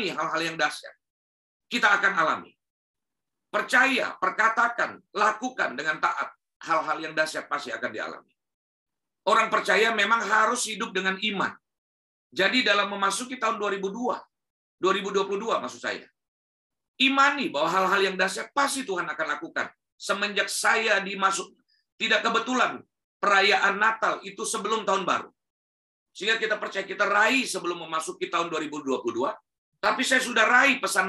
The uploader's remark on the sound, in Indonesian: Rekaman khotbah Ibadah GerBang Pagi GBI Glow ThamRes